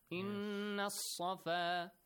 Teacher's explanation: There is a tashdeed on the top of Saad, which makes it easier for you to understand that you have to join in Noon with Saad · Term: sun letter